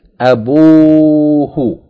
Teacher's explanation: Yani the dhamma is going to be elongated with wow. So instead of saying abuhu, yani the word is ab, abun, abuhu, instead of saying abuhu, we say abuhu. · Term: elongating the vowel